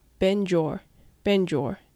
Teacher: bend your のところが bend your bend your とつながって発音されることが多いと思います